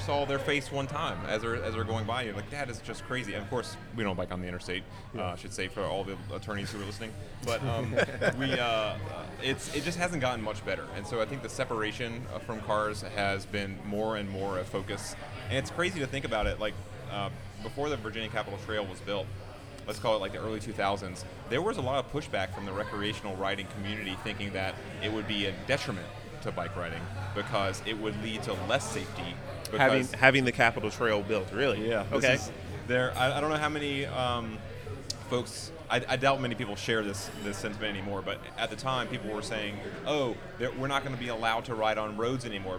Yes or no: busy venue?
yes